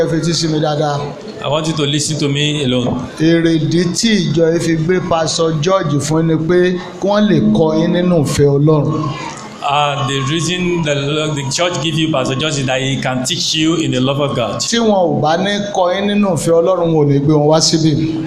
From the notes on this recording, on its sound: This is the full audio recording of our Official Church Dedication and Appreciation Service.